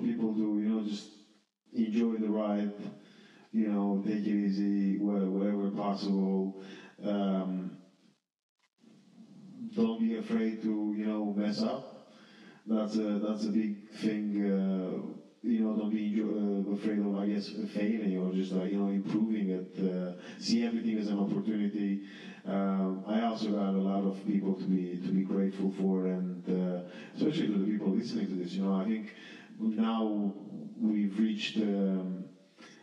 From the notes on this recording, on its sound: I'd like to extend my apologies for the diminished sound quality. A mishap during the recording session in December resulted in this, and unfortunately, I was unable to correct it.